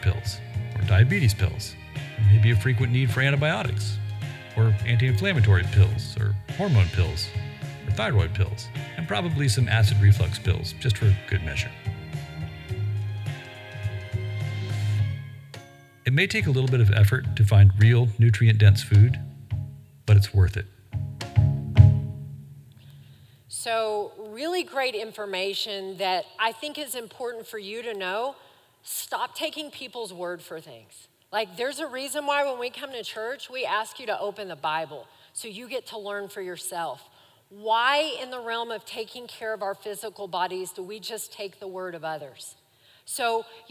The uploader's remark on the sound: Recorded live during our Wednesday night service